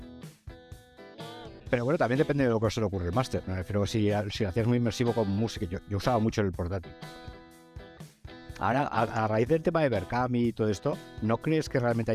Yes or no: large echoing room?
no